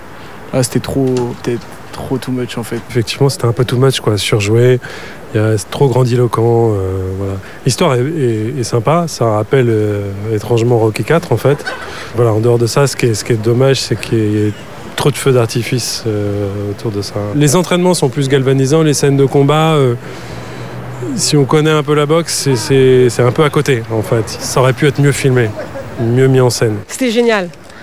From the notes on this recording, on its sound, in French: Enregistré au Hurling pub (8 Rue Descartes, 75005 Paris), le samedi 12 janvier 2019.